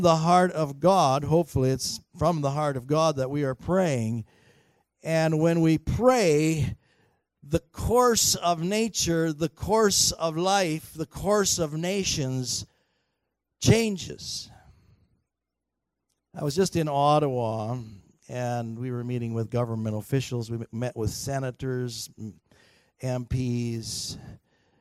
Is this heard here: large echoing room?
yes